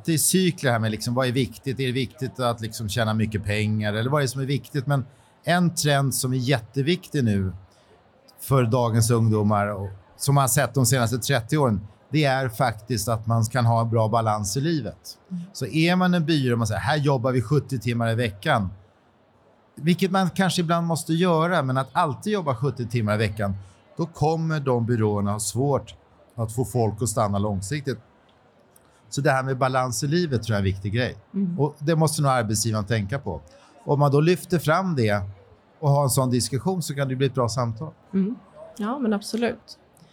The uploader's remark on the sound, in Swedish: Under säsongens första mässa i Stockholm tidigare i år så anordnades en "A cup of"-livepodd i tre delar